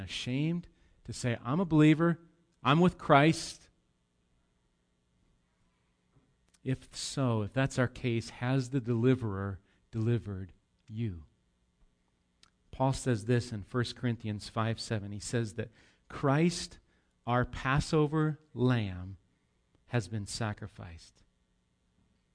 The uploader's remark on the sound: Recorded live at Bethany Bible Church on 8/19/18